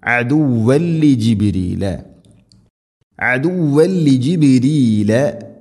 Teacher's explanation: അദുവൻ തൻവീന് ശേഷം ലാം ഇദ്ഗാം ബിലഗുന്ന, മണിക്കാതെ കൂട്ടിലയിപ്പിക്കണം